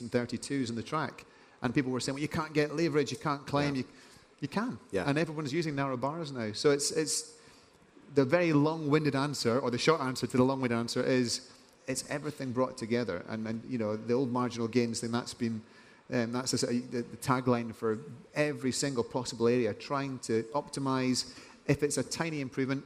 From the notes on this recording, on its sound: In this interview recorded on stage at Rouleur Live 2023.